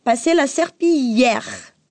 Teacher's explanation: que escreve com dois L's, mas a gente pronuncia como se fosse um I comprido